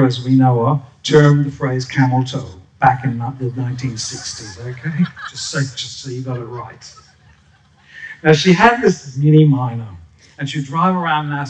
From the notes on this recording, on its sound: SPUN: True Stories Told in the Territory is a live storytelling event that showcases some of the extraordinary people and stories that make up the Northern Territory. Popping up at different venues across Darwin. Told at our event at Darwin Festival where the theme was HEART.